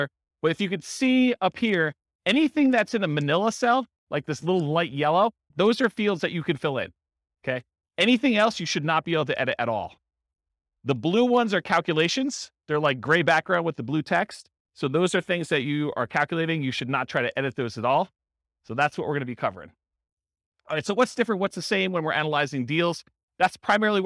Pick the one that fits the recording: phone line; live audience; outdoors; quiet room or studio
live audience